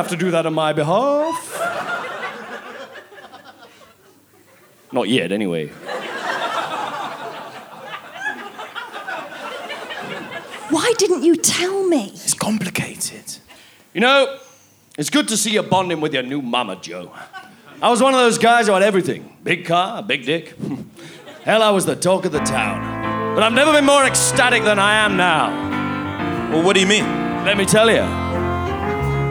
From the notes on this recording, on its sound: Recorded at the Leicester Square Theatre, London, in January 2011.